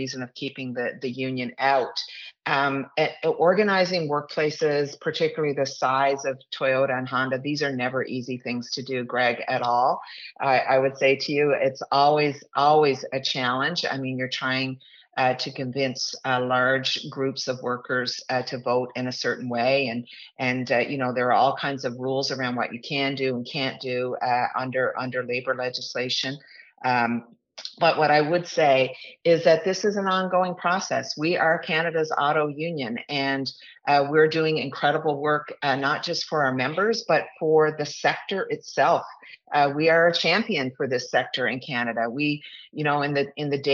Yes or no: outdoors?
no